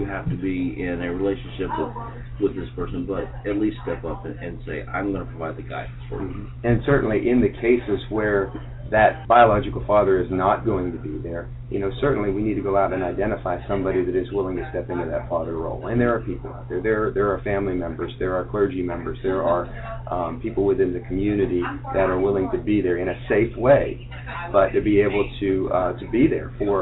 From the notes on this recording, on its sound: at the 2013 National Youth at Risk Conference in Savannah, Georgia